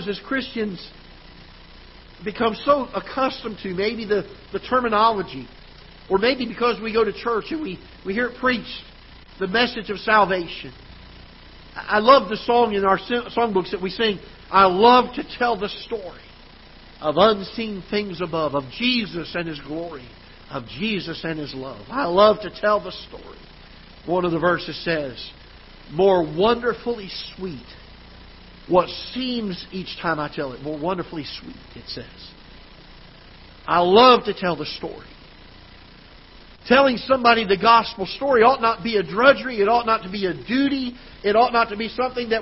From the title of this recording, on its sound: Ketha Heights Baptist Church ~ Live Broadcast